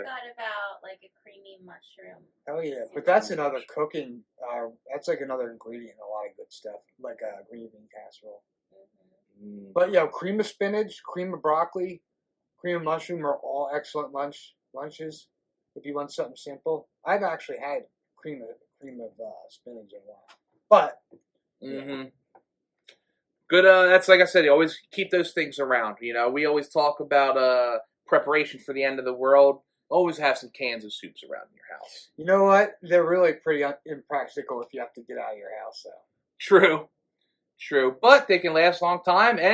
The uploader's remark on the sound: We apologize that the audio quality on this episode is not up to our usual standard but we had some technical issues.